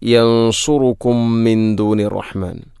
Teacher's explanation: യൻസുറുക്കും, സുക്കൂനുള്ള മീമിന് ശേഷം വീണ്ടും മീമ്, ഇദ്ഗാം മുത്തമാസിലേനി സുഗീർ